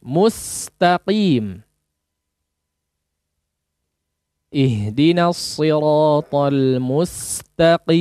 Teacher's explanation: huruf sin dia selalu tipis tidak akan menebal sampai kapanpun